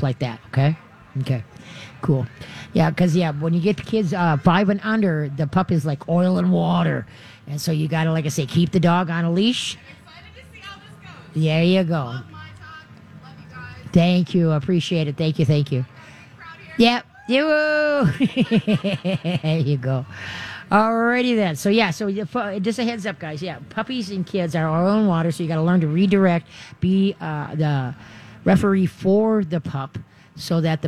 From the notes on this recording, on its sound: Live from the State Fair!